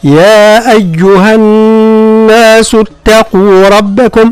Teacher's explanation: والنون هي مشددة وفيها غنة